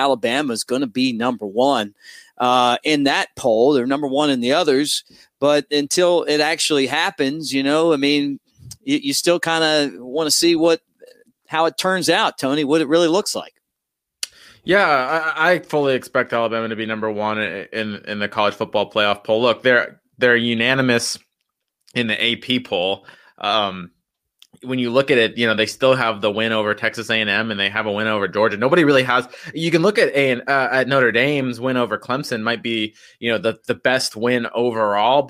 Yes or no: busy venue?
no